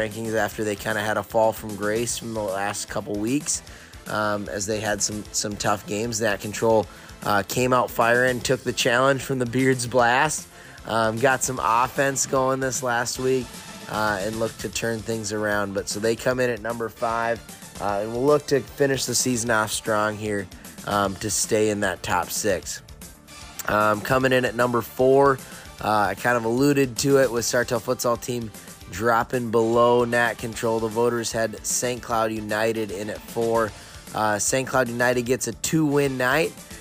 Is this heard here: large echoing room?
no